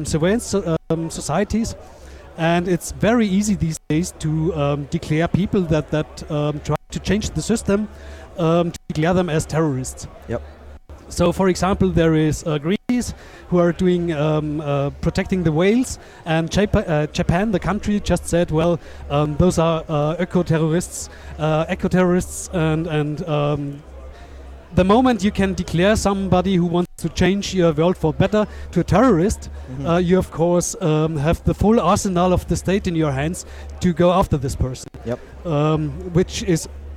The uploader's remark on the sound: live at the 34c3